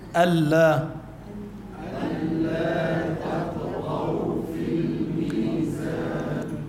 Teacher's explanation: ألا تا تا، افتح تمك بالتاء، تطغوا تاء ثم طاء، ما بدنا نفخم التاء ولا بدنا نرقق الطاء، نجيب الأولى مرققة والتانية بمخرجها الطبيعي